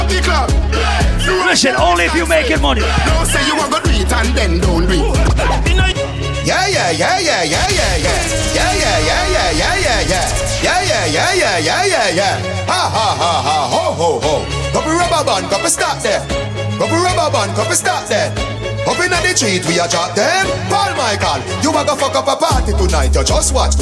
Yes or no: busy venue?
yes